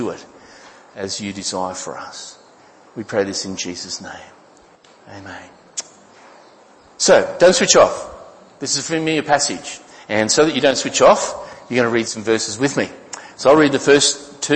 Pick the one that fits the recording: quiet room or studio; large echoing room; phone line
large echoing room